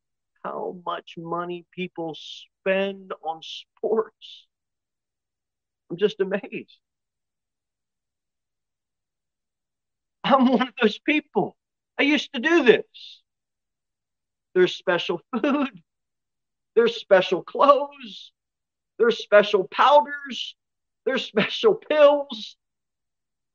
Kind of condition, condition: setting, large echoing room